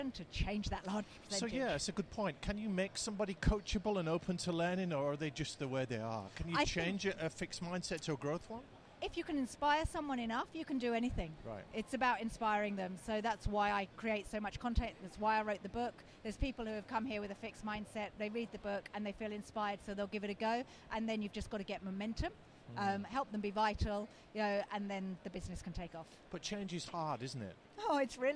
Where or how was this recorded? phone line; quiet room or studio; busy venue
busy venue